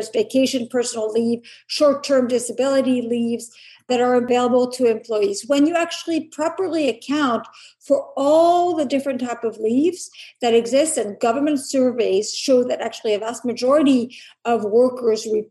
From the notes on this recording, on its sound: The Bridge Policy Download produced by the Mercatus Center at George Mason University. We’re bringing you the audio from a recent virtual congressional briefing.